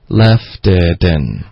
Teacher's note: left 的 t 的音会连读到 it，然后 it 的 t 的音也会连读到 in，可是两个 t 的音都会组化成一个 d 的音，然后就变成 left itin。